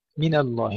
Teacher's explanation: ترقيق النون قبل الانتقال إلى تفخيم اللام